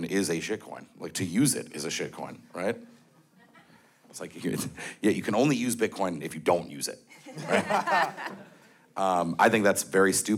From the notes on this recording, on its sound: Ordinals 2023 Panel. Recorded Live in Miami Beach at the Ordinals 2023 Conference.